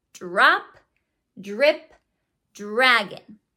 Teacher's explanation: It's very easy to hear it's a j sound before the R.